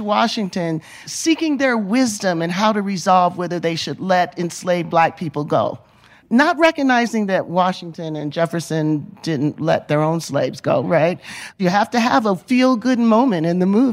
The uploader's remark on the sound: Panel, recorded live from the Sundance Film Festival in 2023.